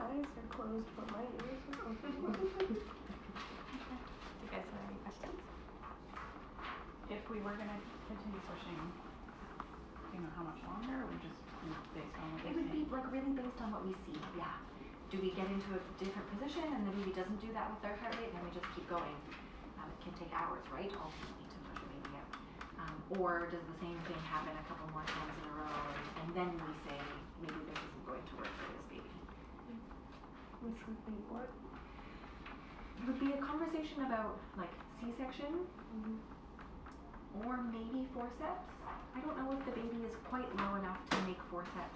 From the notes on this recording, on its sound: I apologize for the quality, hospitals are incredibly loud places.